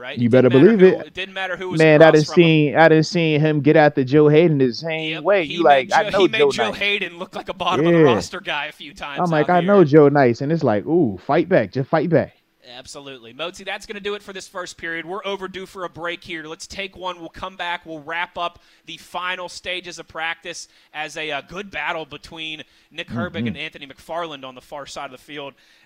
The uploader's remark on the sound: The Blitz Live from Steelers Camp Day 5